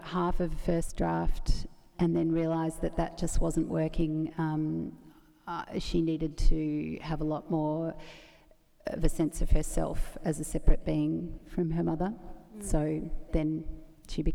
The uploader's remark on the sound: recorded at the 2017 Newcastle Writers Festival